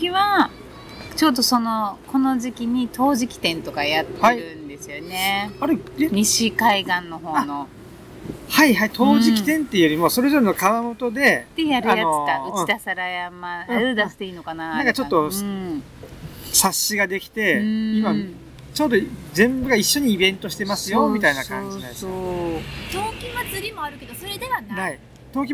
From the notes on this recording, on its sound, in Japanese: メンバーでBBQ（バーベキュー）をしてきました。今回はBBQ時に野外で収録し。